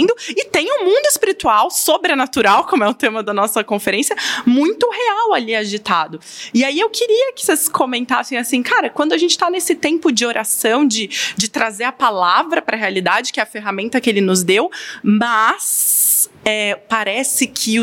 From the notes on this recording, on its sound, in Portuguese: dessa vez estivemos com a comunidade da Igreja Relevans na Relevans Conference 2023